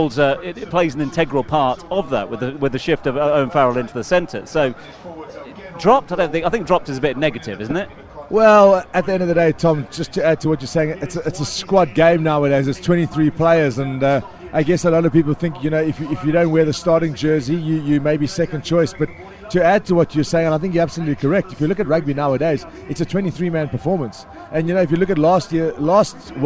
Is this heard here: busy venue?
yes